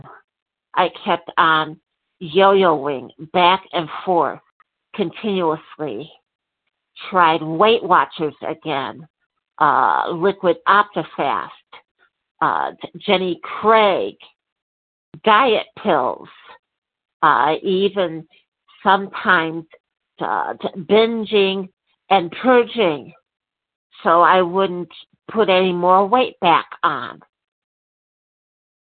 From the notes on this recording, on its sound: from the 100 Pounders Phone Meeting